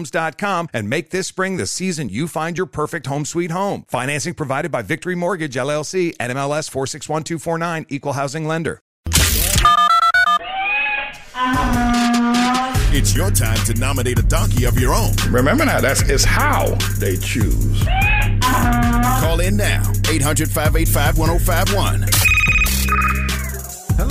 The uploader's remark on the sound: Today on the show, we had listeners call in for "Donkey of the Day" and give their own nominations for the segment.